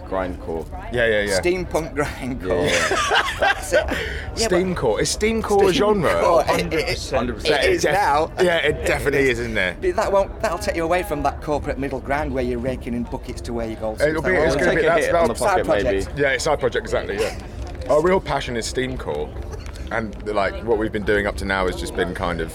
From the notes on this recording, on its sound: at Leeds Festival 2019 ahead of their set on 'The Lock Up' Stage